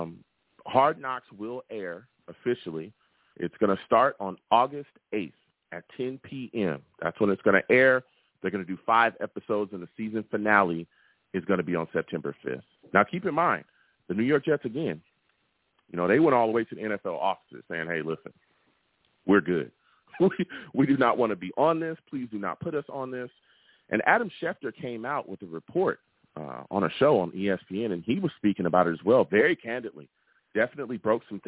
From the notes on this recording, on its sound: I take live callers!